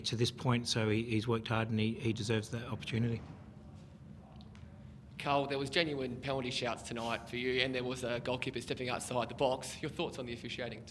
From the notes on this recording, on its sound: Post-match Press Conference. Adelaide United v Western Sydney Wanderers.